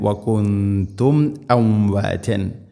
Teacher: മീം സാക്കിനയ്ക്ക് ശേഷം ഹംസ, ഇവിടെ കൃത്യമായിട്ട് വെളിവാക്കി ഉച്ചരിക്കണം. പാരായണത്തിൽ വകുന്തും മംവാതൻ വകുന്തും മംവാതൻ എന്ന് പറയരുത്, വകുന്തും അംവാതൻ വകുന്തും ഇഖ്ഫാ ബിഗുന്ന ചെയ്യുക. · Term: ഇദ്ഹാറാണ്